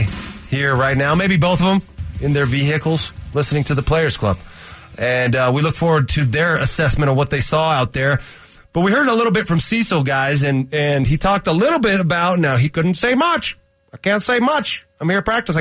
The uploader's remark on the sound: calls in live from practice